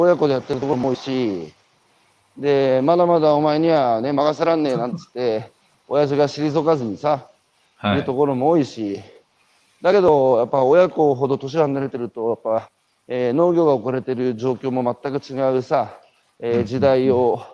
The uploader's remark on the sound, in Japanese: 歩きながら1時間、対談する